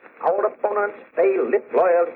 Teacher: his pronunciation of the pronoun our as our with a slight trill